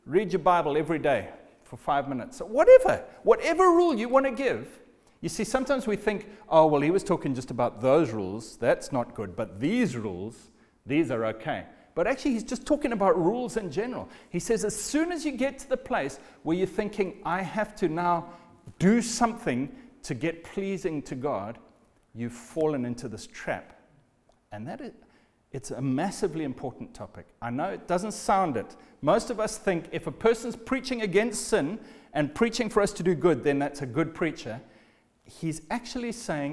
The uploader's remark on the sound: Recorded at the Lighthouse Bible School